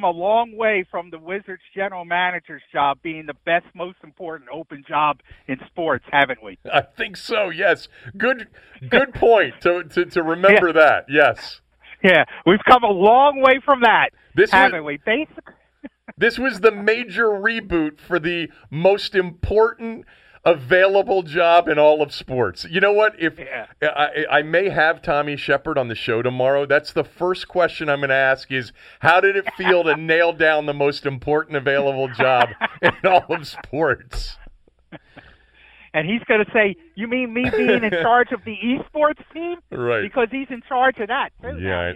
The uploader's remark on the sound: called in from the Poconos